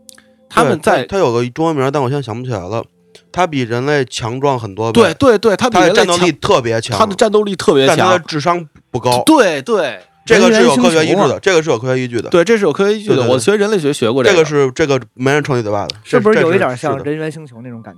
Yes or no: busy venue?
no